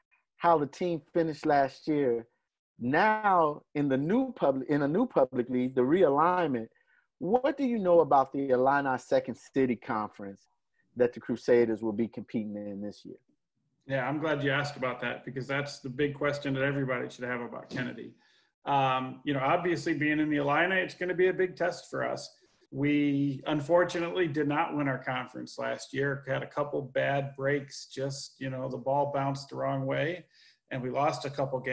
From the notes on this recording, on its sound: This Week Via Zoom.